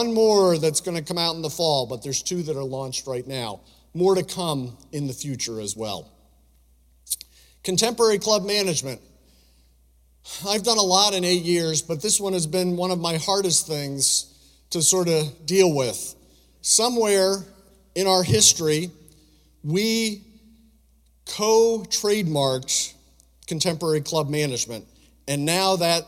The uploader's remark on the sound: speech from the 2023 World Conference and Club Business Expo